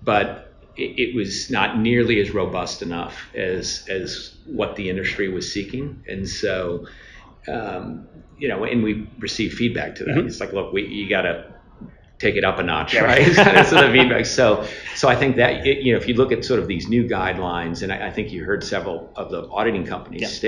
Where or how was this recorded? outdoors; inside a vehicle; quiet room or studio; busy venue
busy venue